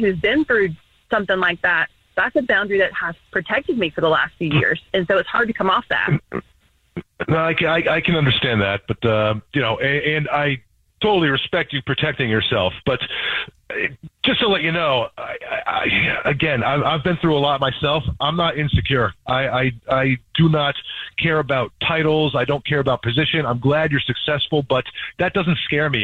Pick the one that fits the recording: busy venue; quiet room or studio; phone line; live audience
phone line